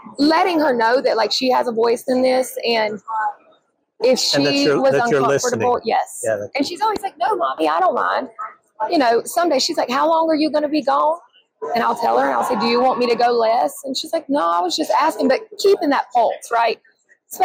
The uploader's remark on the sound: live from the 2023 ADA SmileCon show floor